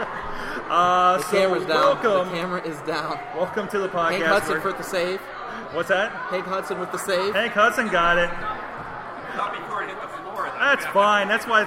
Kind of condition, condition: setting, busy venue